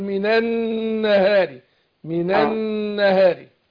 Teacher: النون هنا مشددة فهتاخد غنة حركتين